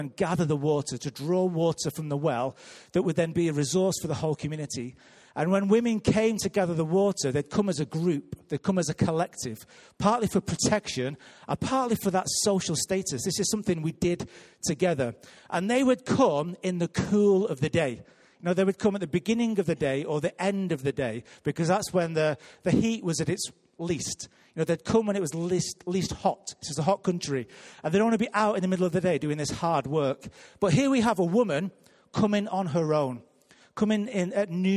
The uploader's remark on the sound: Recorded live at Life Church Lancashire on 10th February 2019.